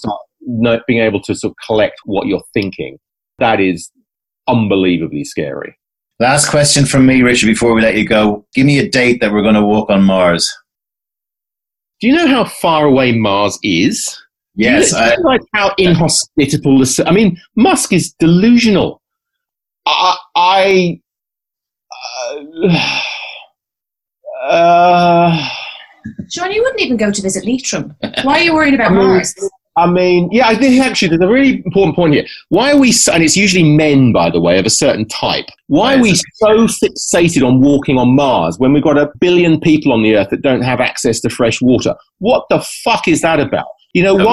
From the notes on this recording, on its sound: Recorded: ZOOM (London – Dublin)